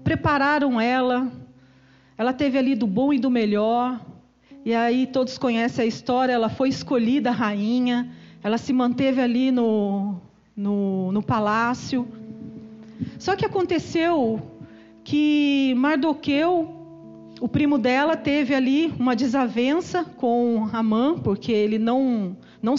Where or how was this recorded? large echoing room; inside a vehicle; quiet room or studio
large echoing room